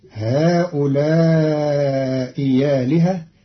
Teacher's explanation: بإبدال همزة آلهة ياء مفتوحة لوقوعها بعد همز مكسور، فتصير هؤلاء آلهة، وهي كذلك في بعض لغة العرب.